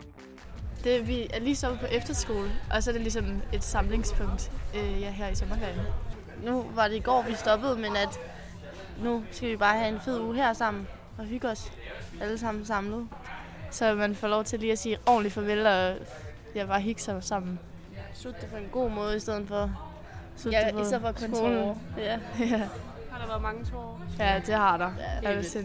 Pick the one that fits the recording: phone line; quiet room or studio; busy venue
busy venue